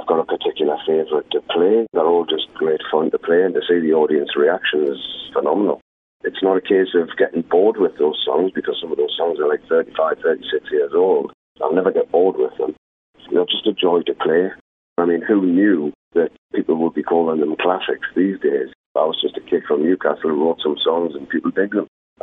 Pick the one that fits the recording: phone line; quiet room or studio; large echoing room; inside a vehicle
phone line